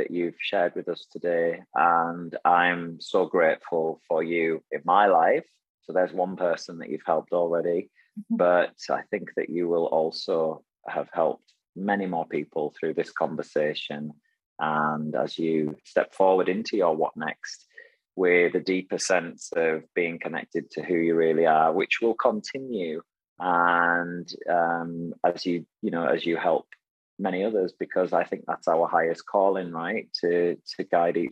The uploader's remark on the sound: remotely so you'll notice a difference in the sound